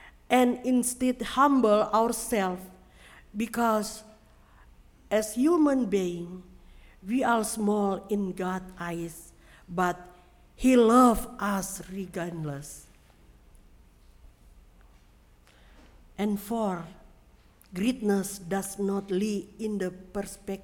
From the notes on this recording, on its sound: Sermon preached at RCHP on December 25, 2022.